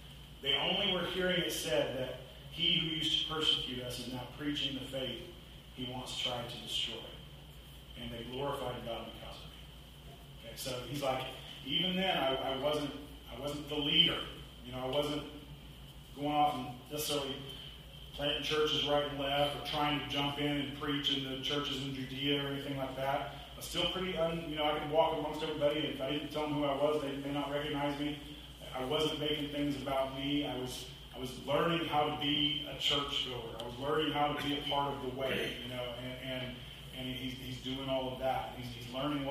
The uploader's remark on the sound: Apologies for the audio quality.